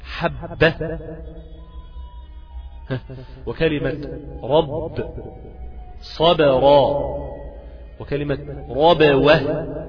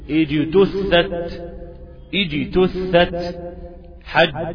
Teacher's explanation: لابد أن تحافظ على صفتي الشدة والجهر الموجودة بالباء والجيم